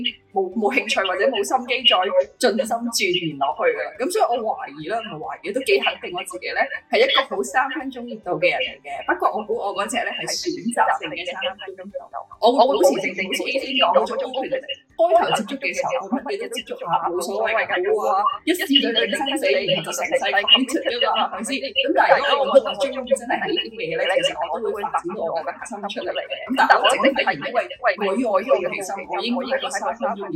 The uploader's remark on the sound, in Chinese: 網上錄製聲音未完善，請多多包涵